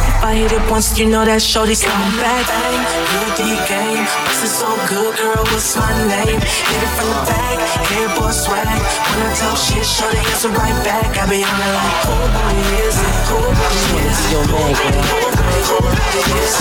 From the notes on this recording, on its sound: LIVE SET: AFRO FUSION THURSDAYS AT LE NOCTURNE